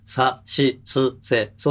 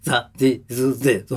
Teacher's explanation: S に対しての無駄な振動音がズって座行なんですよ